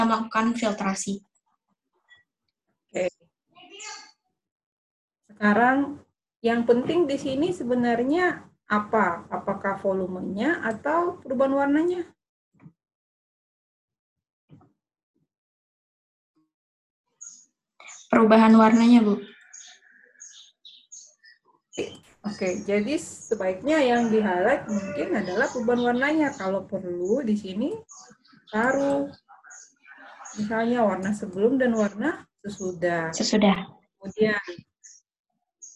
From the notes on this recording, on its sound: Zoom Meeting